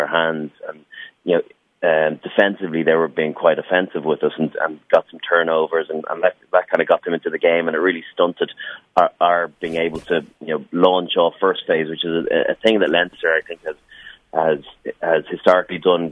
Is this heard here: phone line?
yes